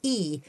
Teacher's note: At the opposite end of the scale, we have E, which is a high front unrounded vowel